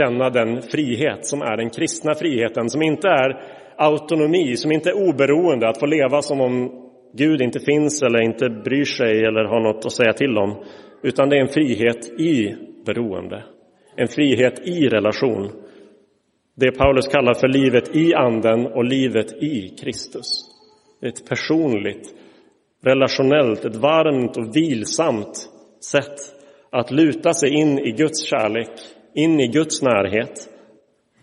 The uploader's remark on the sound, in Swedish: Inspelad i Roseniuskyrkan